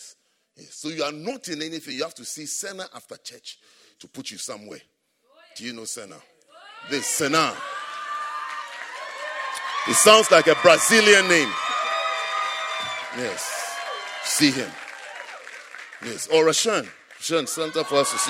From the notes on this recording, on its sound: at the Saved and Called Service - First Love Church, London.